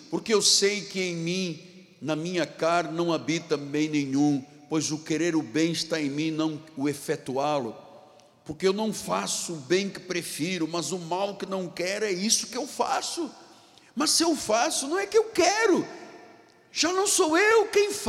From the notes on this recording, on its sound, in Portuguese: Este culto gravado, parte da série da Igreja no Rio de Janeiro.